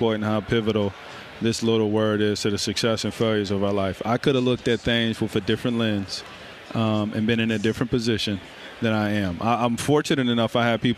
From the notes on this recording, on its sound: live from Phoenix in Radio Row ahead of Super Bowl 57!